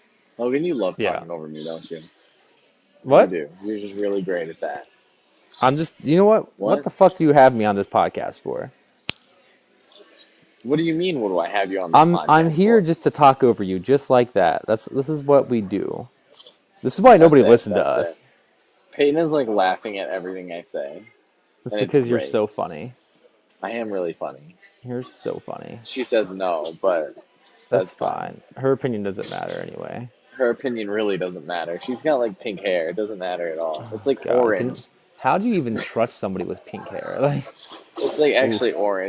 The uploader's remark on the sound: records live from LA at a Starbucks